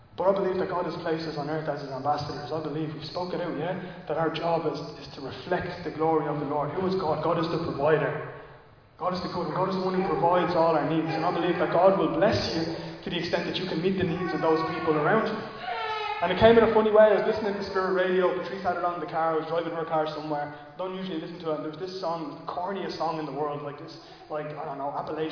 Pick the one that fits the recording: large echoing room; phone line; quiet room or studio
large echoing room